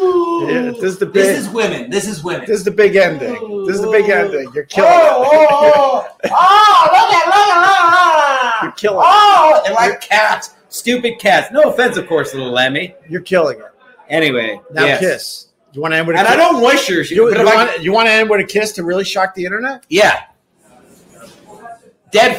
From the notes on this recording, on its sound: Recorded at Tuesdays at Gebhards